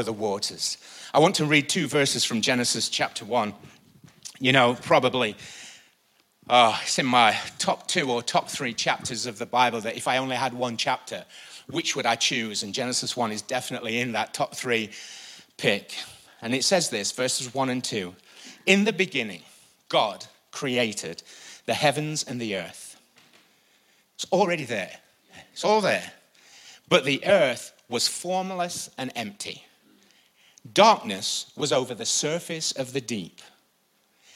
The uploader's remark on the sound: IKON Church. Recorded live at the Chesterfield Campus this is the message from the morning service on the 3rd November 19.